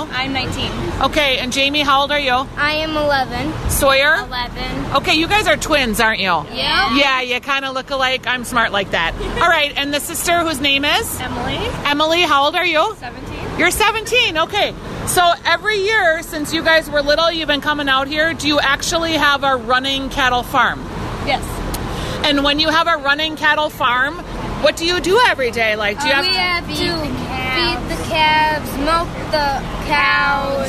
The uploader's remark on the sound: From the Minnesota State Fair. Live from the Coliseum giving us live commentary of award-winning cows!